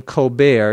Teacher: Colbert, C-O-L-B-E-R-T, is the name of the person who is the host of the show. He pronounces his name Colbert. You don't pronounce the T.